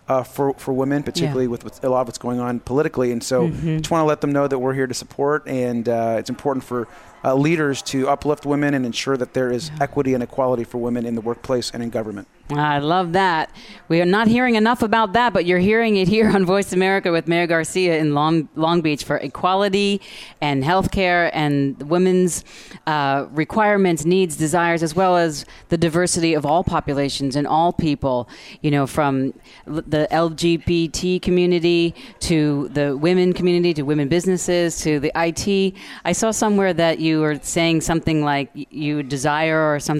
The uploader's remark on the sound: Live at CWC 2017. Broadcast day 2 Live form the Largest Women's conference in the USA! We will be live for 2 days bringing you all the event action, keynote speakers and VoiceAmerica hosts.